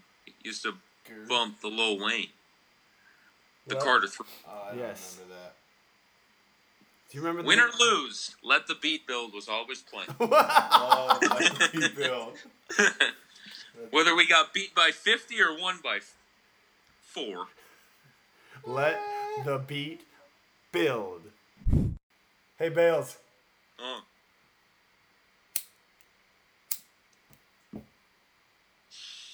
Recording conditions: poor sound quality